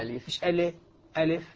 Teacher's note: أولا تحقيق الحروف اللي فيها، تحقيق الهمزة وكسر اللام. ألي، ألي، ألف، مش ألي، ألف، لا، هذه مسألة تجويدية يعني.